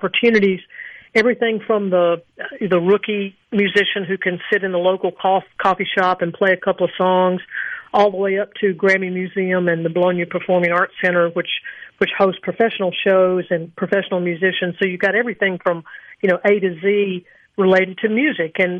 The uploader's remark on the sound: joins the conversation by phone